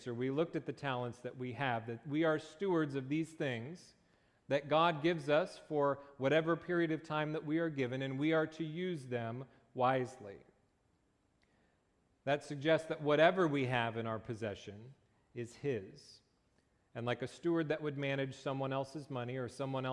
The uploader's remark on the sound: Location: Faith Christian Reformed Church (New Brighton, MN)